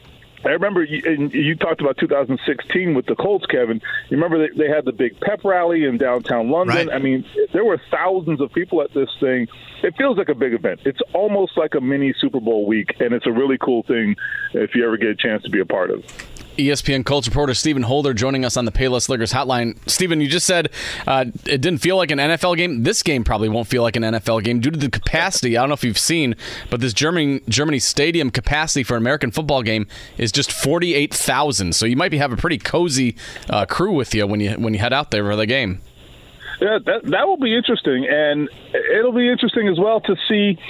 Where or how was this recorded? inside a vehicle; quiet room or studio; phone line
phone line